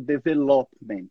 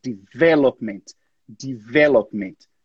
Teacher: A ênfase aqui tá antes. Tá no V. · Shown in: second take